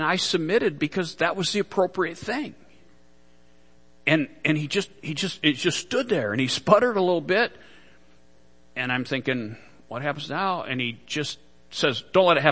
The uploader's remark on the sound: Worship Service - Audio